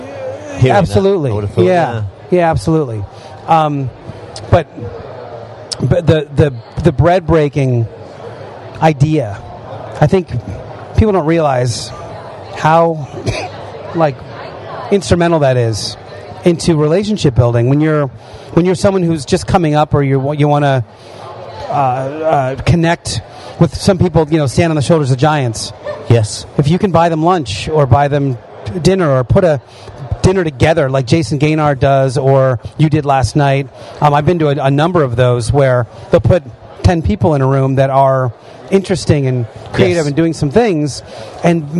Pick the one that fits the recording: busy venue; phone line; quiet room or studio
busy venue